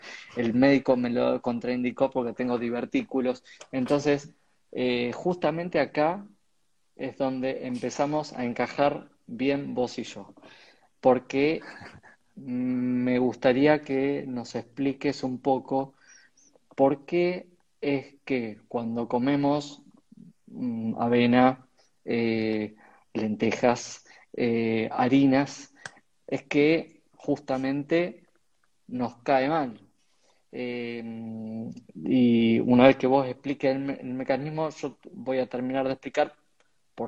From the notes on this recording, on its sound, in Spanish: Audio de la charla en vivo por Instagram